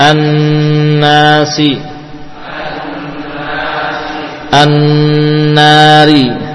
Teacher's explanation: disempurnakan gunnahnya karena nunnya musaddadah lama